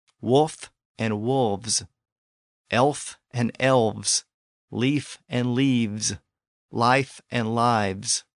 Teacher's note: the unvoiced F in that environment became voiced, since it was now surrounded by voiced sounds on each side. So that's just a fancy linguistic way of saying that the F sound switched to a V sound in those plural versions because that plural ending led to a natural sound change.